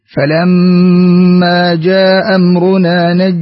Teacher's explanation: في قوله جاء أمرنا أسقطت الهمزة الأولى وقصرت